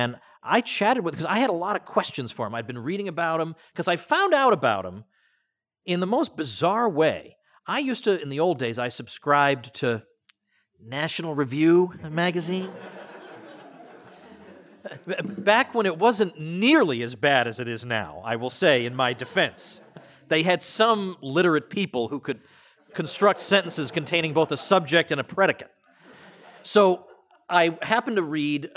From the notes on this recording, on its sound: The opening lecture of Mises University 2017. Recorded at the Mises Institute in Auburn, Alabama.